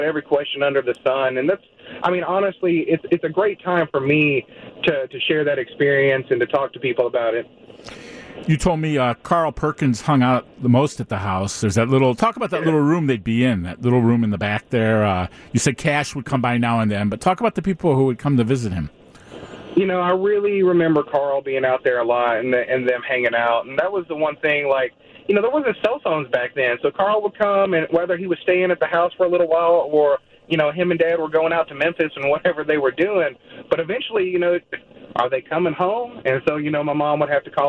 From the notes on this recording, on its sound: joins the conversation over the phone